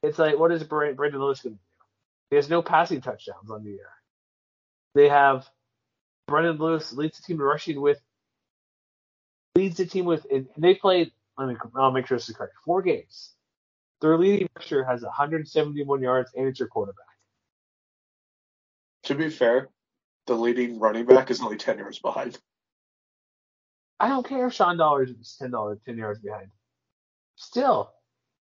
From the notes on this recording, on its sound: Apologizes for audio. Internet wasn't cooperating.